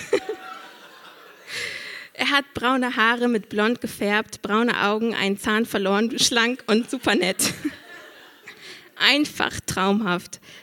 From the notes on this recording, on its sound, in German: Auswahl der Beiträge von der „texte von gestern“-Liveshow am 13.10.2018 im kukoon Kulturkombinat, Bremen. Heißen Dank an das kukoon, unser tolles Publikum.